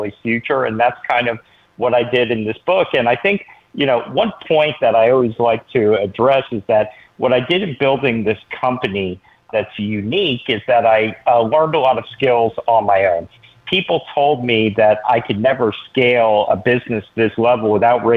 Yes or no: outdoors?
no